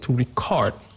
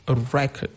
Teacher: That's a verb. So if I place the stress on the first syllable, it becomes a noun · Shown in: second take · Now, for the noun, we say a record.